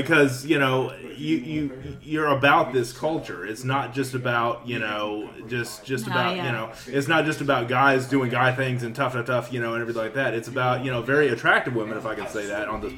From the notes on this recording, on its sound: Live in Venice, Louisiana. At a media event in Venice, Louisiana.